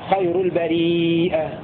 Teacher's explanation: هكذا يقرأ نافع وابن ذكوان بتحقيق الهمزة، ويكون مد متصل كل يمده على حسب مذهبه في المد المتصل.